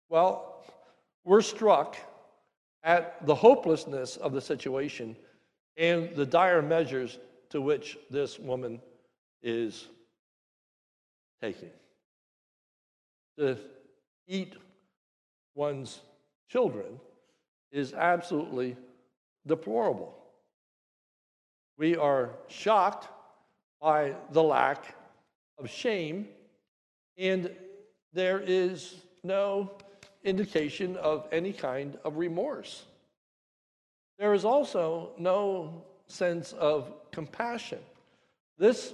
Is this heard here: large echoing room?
yes